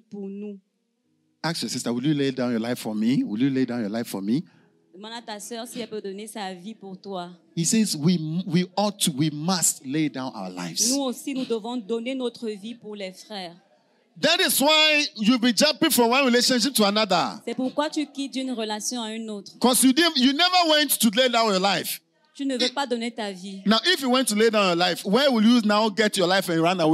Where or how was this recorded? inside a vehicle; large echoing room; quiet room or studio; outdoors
large echoing room